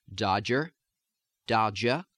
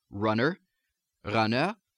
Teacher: just dropping the R like you would in a lot of Eastern American dialects